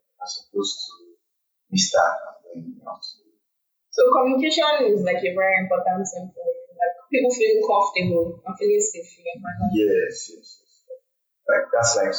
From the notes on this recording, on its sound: this audio is not in the best form